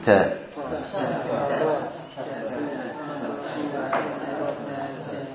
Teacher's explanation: Untuk taknya didesiskan ta.